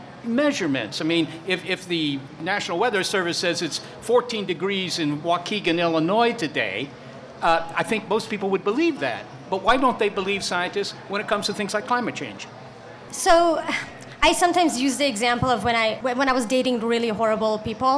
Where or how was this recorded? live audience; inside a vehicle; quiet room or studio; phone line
live audience